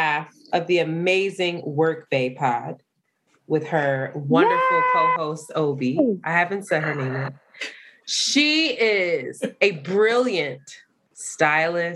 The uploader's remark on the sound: Technology hated on us again and we had to use zoom audio